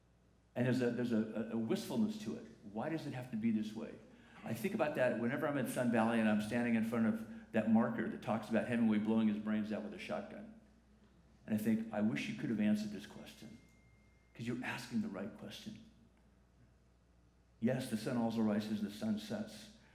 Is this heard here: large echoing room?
yes